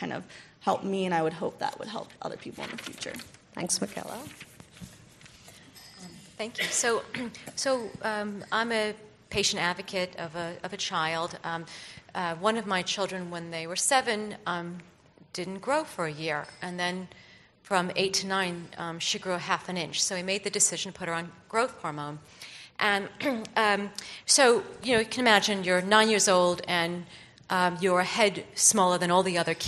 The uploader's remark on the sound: This panel, presented at the inaugural Drug Delivery West conference in 2018